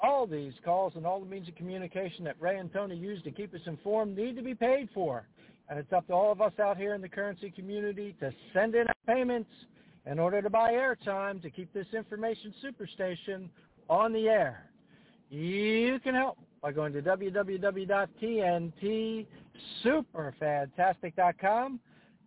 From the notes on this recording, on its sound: TNTSuperfantastic Conference Call